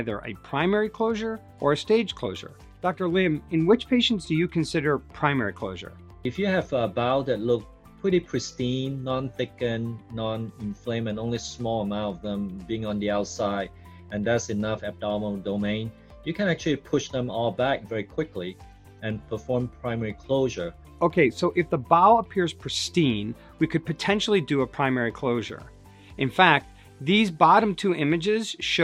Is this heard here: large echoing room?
no